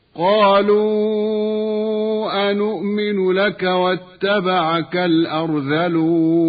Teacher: الراء الساكنة بعد فتح تأخذ حكم المفتوحة، وهو التفخيم أيضا